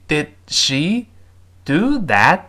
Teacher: 最后舌尖顶住憋住气失去爆破